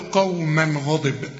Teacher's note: عند الوصل بعدها غين، الغين من حروف الإظهار، مش هغن، أقول قوما غضب، ما أقولش قوما غضب، لا قوما غضب.